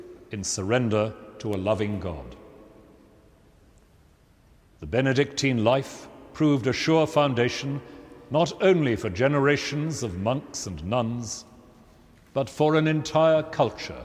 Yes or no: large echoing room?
yes